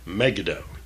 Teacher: The emphasis here should be on the very last syllable, as it is in most Hebrew names and words